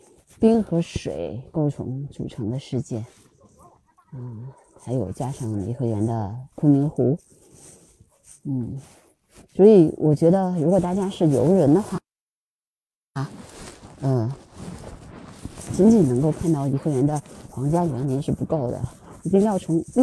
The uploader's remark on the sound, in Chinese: 这是我今年世界湿地日在颐和园录制的声音纪录片的部分剪辑。可以听出当时很冷，我的声音也带着冬日的气息。